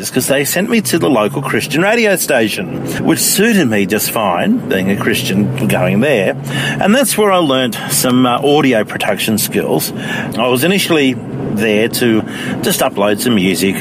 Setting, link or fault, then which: setting, inside a vehicle